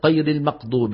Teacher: خلط صوتها بالقاف، هذا موجود بشرق الجزيرة العربية بقطر وببعض الإمارات